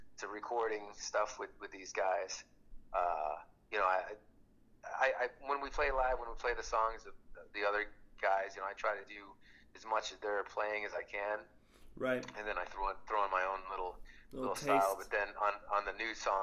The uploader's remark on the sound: Just a quick call in Interview